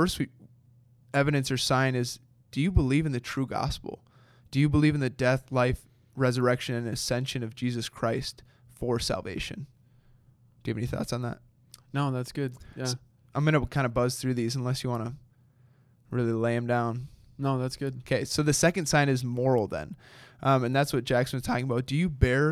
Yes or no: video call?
no